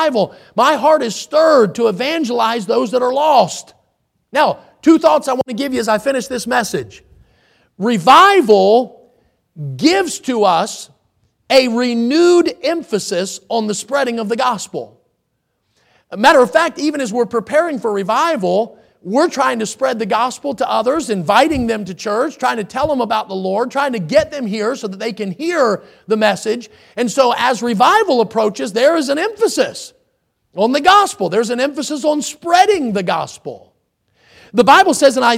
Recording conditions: large echoing room